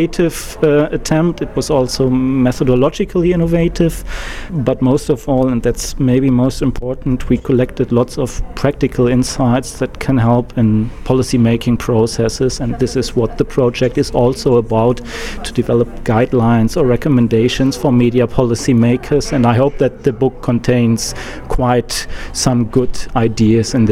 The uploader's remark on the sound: Recorded at the consortium meeting in Bucharest, RO.